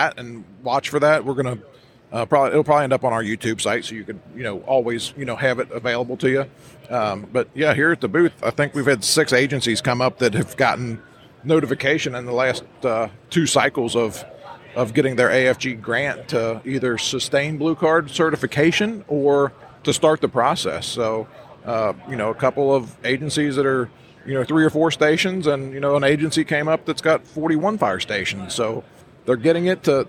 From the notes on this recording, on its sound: Live From Fire Rescue International. We are recored live from the floor of FRI in Kansas City, Missouri!